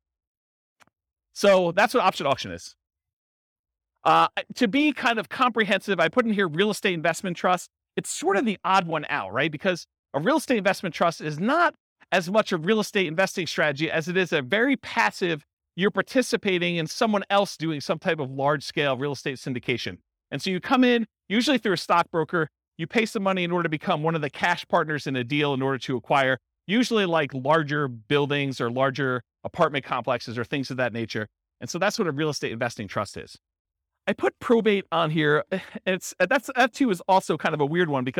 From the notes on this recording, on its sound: Real estate investors and real estate entrepreneurs in Largo, Florida. This was a live class recorded. The live in-person version.